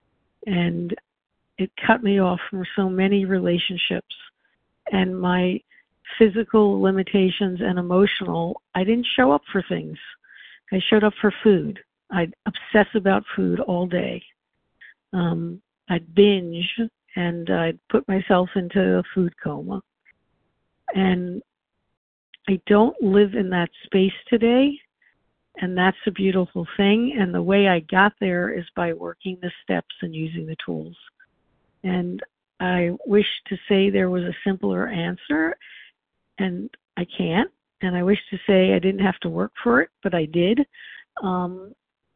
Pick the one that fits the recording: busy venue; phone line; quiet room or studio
phone line